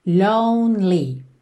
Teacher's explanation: Que esse E do meio não é pronunciado. Então, você vai do N pro L